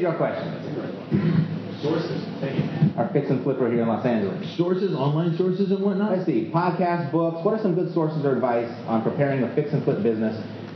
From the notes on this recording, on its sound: A special live Epic Real Estate Investing podcast. Recorded live during the Epic Intensive in Redondo Beach, CA.